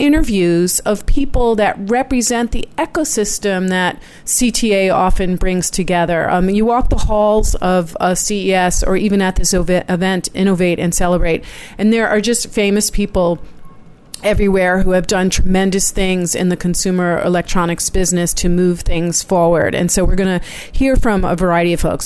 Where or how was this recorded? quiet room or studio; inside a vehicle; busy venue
busy venue